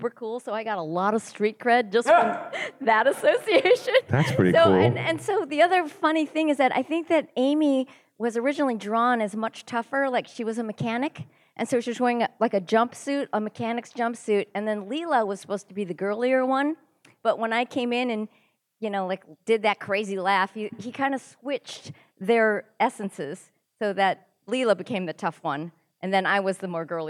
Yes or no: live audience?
yes